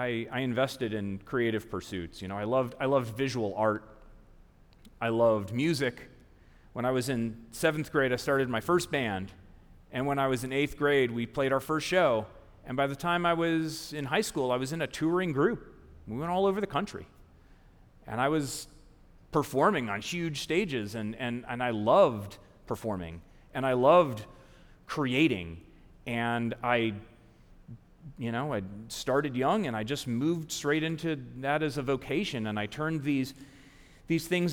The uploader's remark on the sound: A WJCT Public Media and Florida Threatre Production. This episode, recorded live at the iconic Florida Theatre.